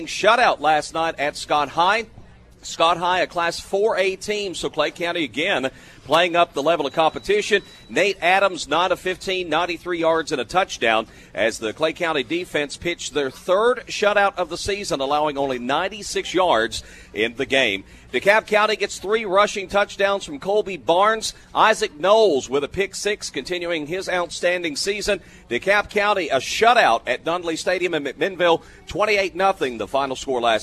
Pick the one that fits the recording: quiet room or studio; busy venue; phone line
busy venue